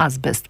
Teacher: trochę jest syczące ten azbest. Tutaj są spółgłoski szczelinowe